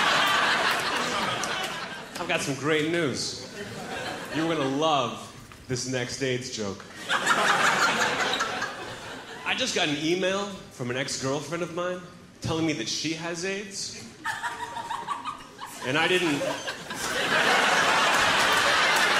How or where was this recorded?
live audience